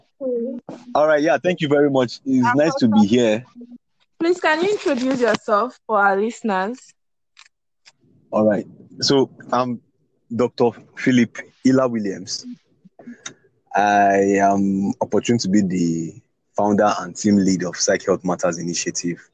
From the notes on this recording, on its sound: Our Village people network acts up again. Please forgive all the glitches and side talk. Via VPN=Village People Network.